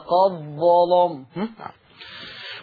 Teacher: هنضغم الدال في الظاء ونغلظ باللام